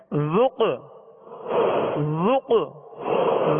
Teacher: میں جنبش ہوگی اور آواز لوٹتی ہوئی آئے گی ذوق ذوق زال کو نرمی سے پڑھنا ہے زال میں سیٹی اور سختی کی آواز پیدا نہ ہو اور ہونٹ پیش کی وجہ سے گول کرنے ذوق قاف دال